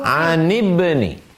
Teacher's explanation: Hamzah wasal itu tidak dibaca ketika nyambung.